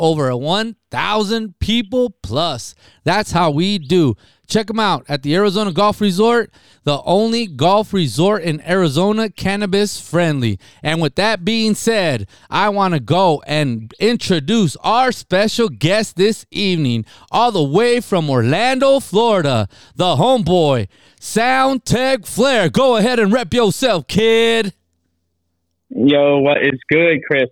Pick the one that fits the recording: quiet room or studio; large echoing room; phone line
phone line